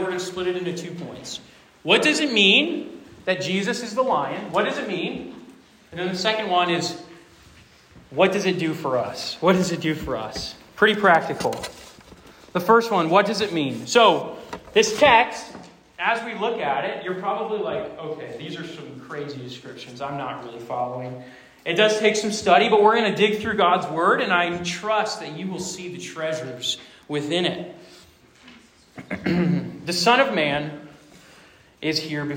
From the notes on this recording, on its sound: Rooted Retreat 2023. This sermon was preached to a Junior + Senior High audience.